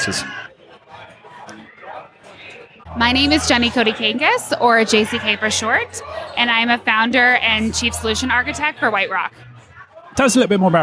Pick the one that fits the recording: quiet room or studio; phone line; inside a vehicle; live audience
live audience